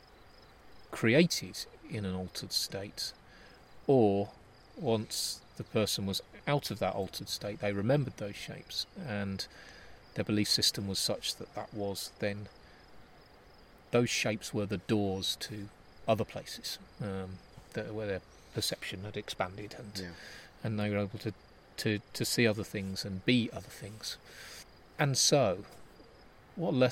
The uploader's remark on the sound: Recorded on location in Asturias, Cantabria and Castilla y Leon in northern Spain.